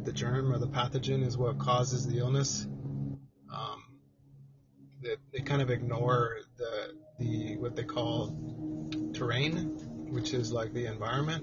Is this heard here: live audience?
no